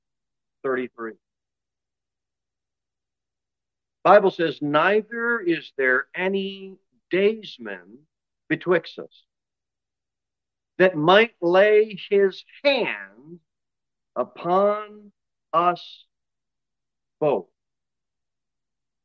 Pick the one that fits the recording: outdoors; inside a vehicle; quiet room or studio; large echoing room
large echoing room